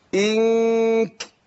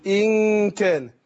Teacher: بخفي النون عند الكاف مع إيه؟ مع الغنة · Shown in: second take